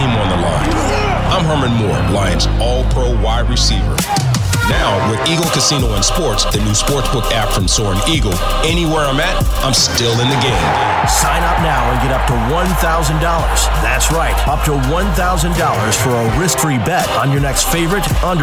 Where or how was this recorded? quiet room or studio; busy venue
busy venue